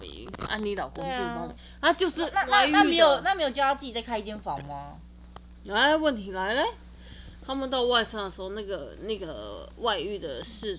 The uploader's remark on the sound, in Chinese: 本集內容抱歉會有一些些小雜音